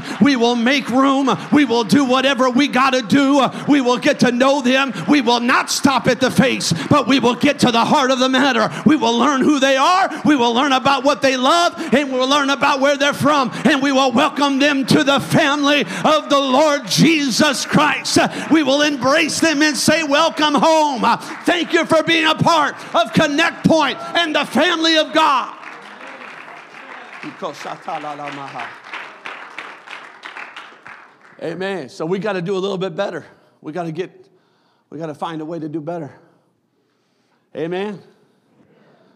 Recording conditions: large echoing room